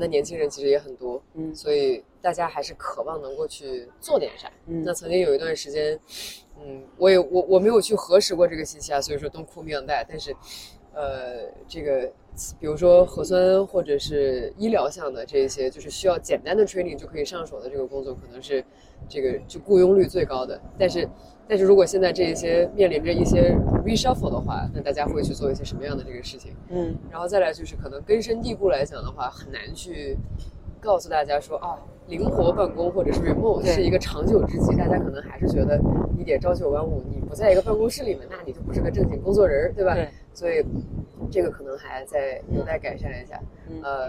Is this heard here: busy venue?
yes